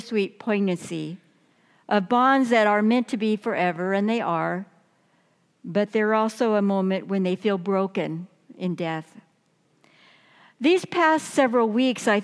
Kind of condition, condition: setting, large echoing room